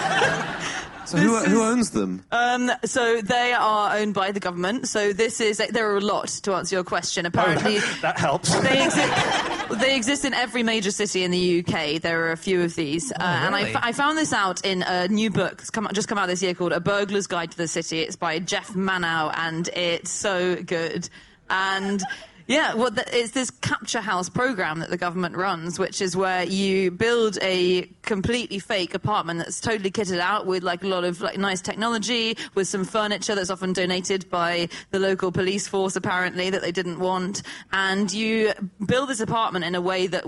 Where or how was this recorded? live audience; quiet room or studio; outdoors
live audience